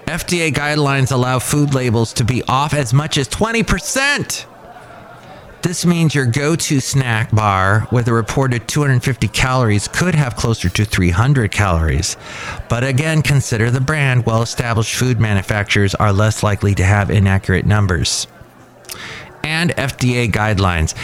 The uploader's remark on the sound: podcasts live from Café Anyway